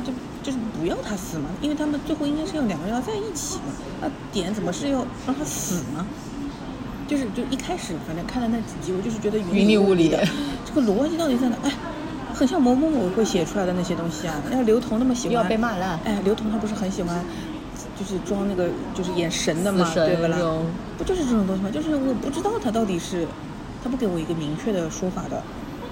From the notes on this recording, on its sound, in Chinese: 本次录制花费：在茑屋点了两杯喝的